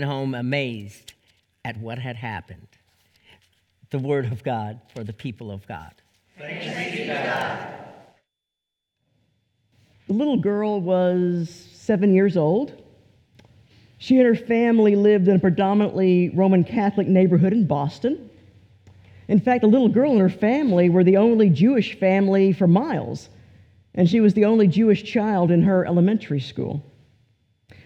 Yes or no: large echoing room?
yes